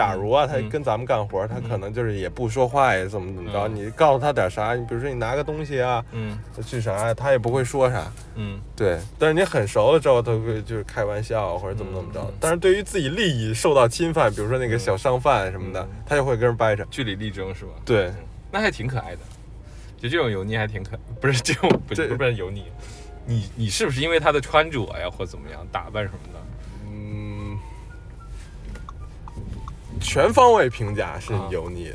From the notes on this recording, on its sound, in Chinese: 本期录音来自周六演出当天前往拍摄场馆路途中录制